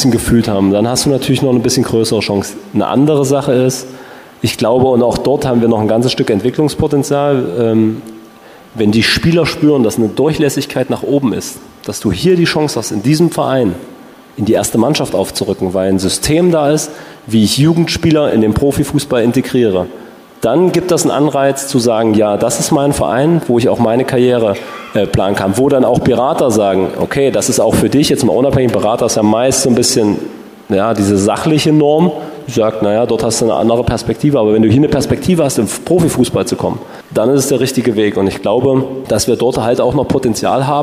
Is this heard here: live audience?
yes